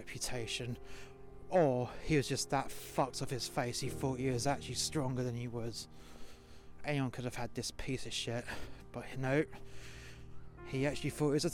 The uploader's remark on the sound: This episode was recorded outside in sub zero temperatures (Celsius) for dramatic effect.